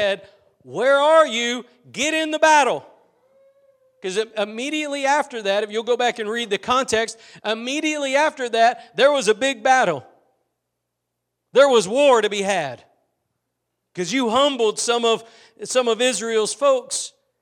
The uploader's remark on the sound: Preached at Gospel Lighthouse in Bossier City, La.